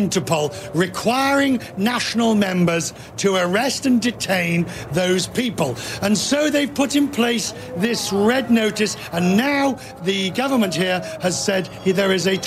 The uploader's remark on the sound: live from the New York Stock Exchange